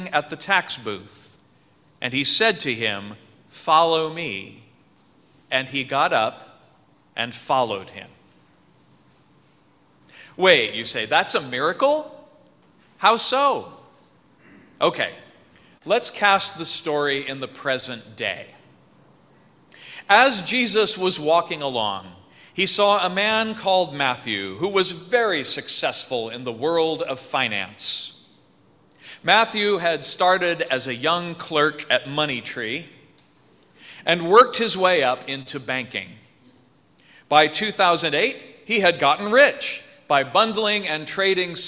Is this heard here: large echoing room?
yes